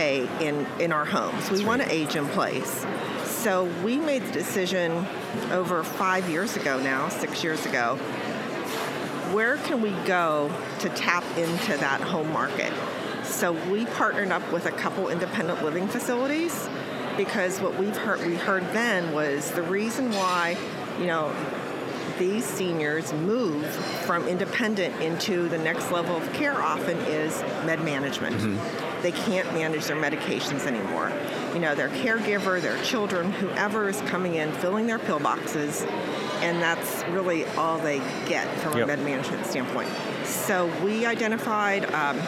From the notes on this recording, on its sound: User Conference Post-Show. Live from the show floor.